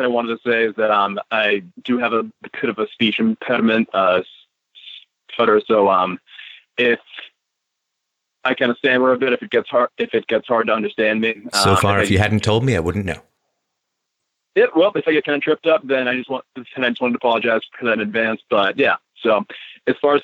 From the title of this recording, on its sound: Call In Show